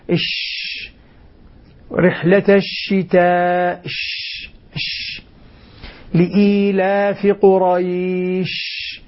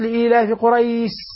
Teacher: أما الصواب فهو أن أنطق بهذه هذا الحرف منتشر الهواء، ولذلك عرفه العلماء فقالوا انتشار الهواء في الفم عند النطق بحرف الشين · Shown in: first take · وليس له حرف إلا هذا الحرف، هو حرف الشين، هذا التفشي.